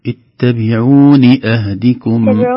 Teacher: اتبعوني بدون مد في النون